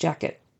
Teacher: we tend to not pronounce our T's at the end of words very much. In other words, they're not as aspirated. You don't hear the air come out as much for jacket.